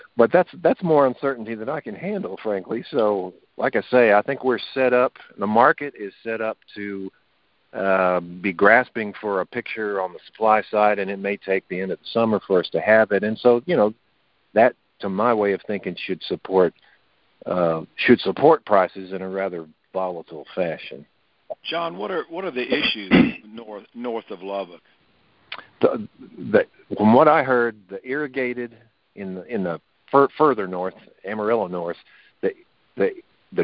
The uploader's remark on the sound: Monthly Cotton Conference Call